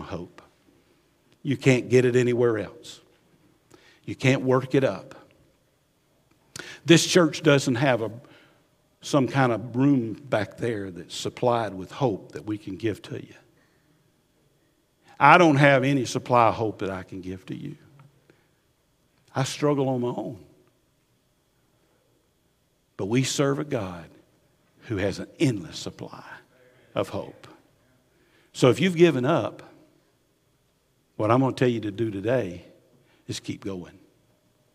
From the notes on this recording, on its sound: Recorded at Highland Baptist Church, Molino FL